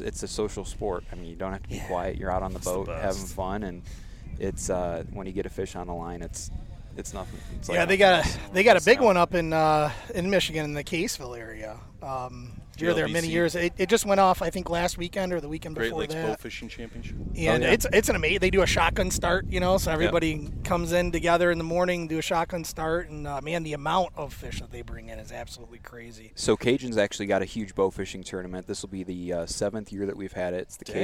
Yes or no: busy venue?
yes